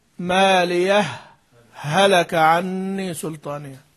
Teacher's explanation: فبعض اهل الاداء يرى ان ندغمها ماليه هلك، والبعض يقول لا، هاء السكت لا تدغم، وانما نسكت سكته لطيفه، فنسكت سكتة لطيفة على الهاء الأولى